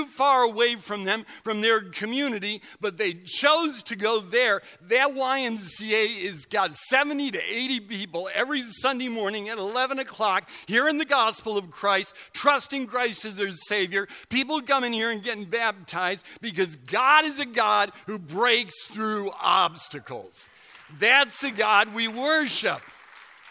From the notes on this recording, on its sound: Recorded November 11, 2017 at Central: A Christ-Centered Church, Ewing, NJ.